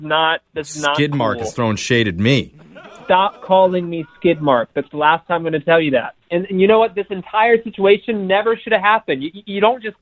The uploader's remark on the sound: Phone tap